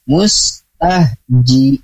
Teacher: Padahal zai itu berdesis ya, sofir ya. Jadi seperti ada desisnya.